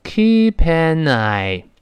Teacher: make sure that they'resafe。就是照料或照看某人，当然也可能是某个东西了，来确保呢，他们现在是安全的，哎，是，呃，是，是完好的这么一个啊。这个注意这个连读。啊，如果你一个一个读单词呢，会读成 keep aneye。呃，你读得快了呢，就会连到一块儿，就看你语速有多快了。啊，在刚才咱们那个慢速跟读呢，是读成 keep an eyeon，是 keep an 连到一块儿的。但快速就是长速的这个，呃，跟读时呢，老师读成 keep aneye，keep aneye，是都连起来的。你体会一下，keep aneye。都是辅音，辅